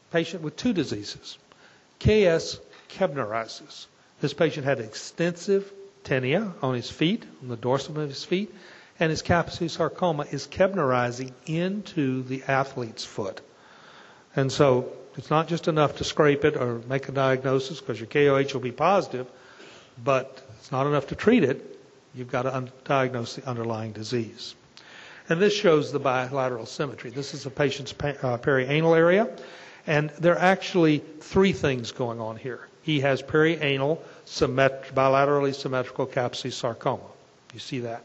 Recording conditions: large echoing room